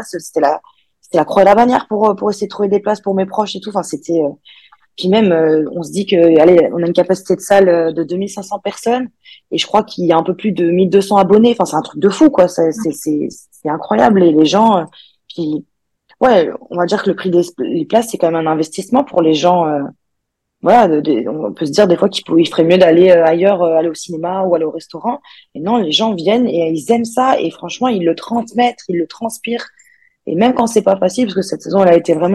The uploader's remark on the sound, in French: Ce dixième épisode a été tourné via Zoom, l'invité étant en vacances à ce moment.